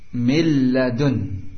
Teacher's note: hilang sifatnya gunnah, tidak masuk dari atau tidak keluar dari batang hidung · Term: idgham bi ghairi gunnah